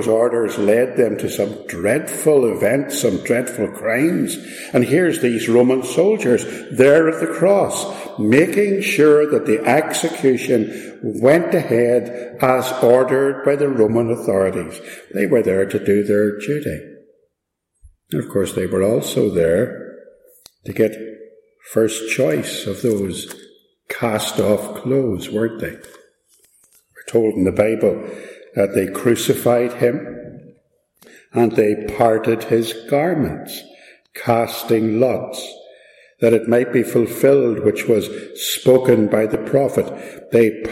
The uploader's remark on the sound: This message was part of a Good Friday Service at Ballymacashon, - please excuse the echo.